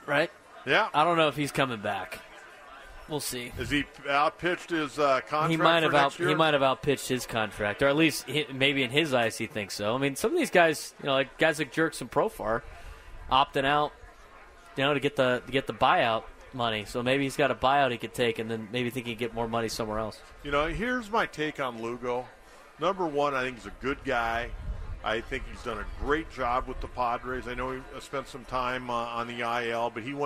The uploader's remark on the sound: Live from Del Mar Opening Day